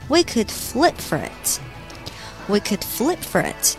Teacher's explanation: for 后面的那个 r 的那个翘舌可以和 it 做连读，变成 forit，变成 rit，有点那个意思啊。We could flip forit。We could flip forit。我们可以扔硬币来决定。那么接下来我们再来看第三句话。因为是 Ross 和 Rachel 的这个周年纪念日，那么 Rachel 又很忙，所以呢，Ross 就打包了很多的饭菜啊，冲到这个 Rachel 的公司，想给她惊喜啊，给她啊准备好这个，准备好那个，想让她美美的吃一顿。那么